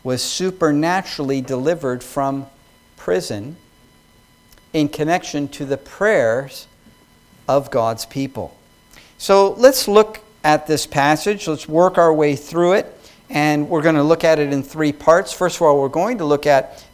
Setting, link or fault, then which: setting, large echoing room